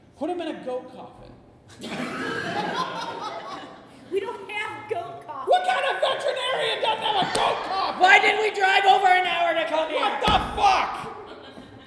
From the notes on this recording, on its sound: In front of a LIVE audience at The Establishment. Laugh along with an engaging audience.